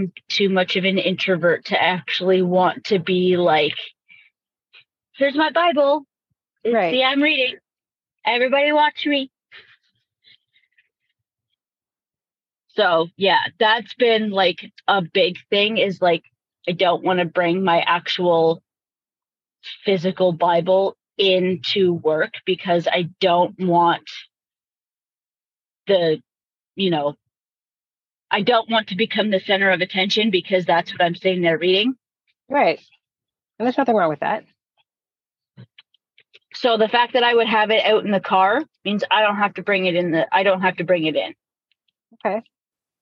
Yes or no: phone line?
yes